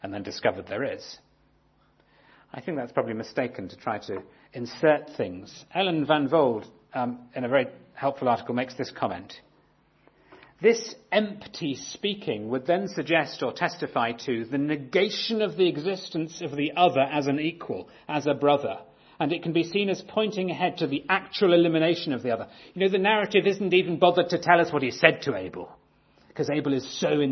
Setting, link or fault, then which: setting, large echoing room